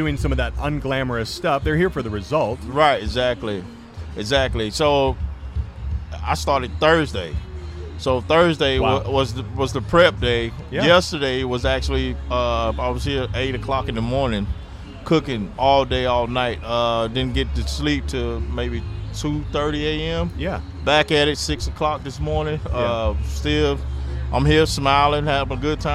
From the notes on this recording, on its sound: live from BBQ Love Fest in Tampa